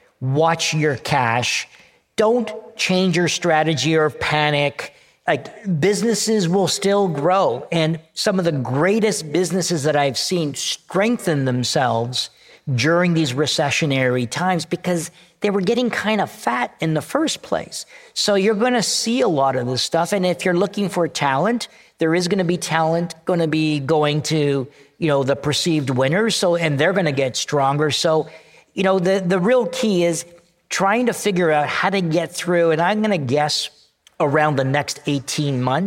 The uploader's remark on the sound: LIVE at ELEVATE Festival. At the ELEVATE Festival in downtown Toronto — the largest gathering of creative thought leaders in Canada.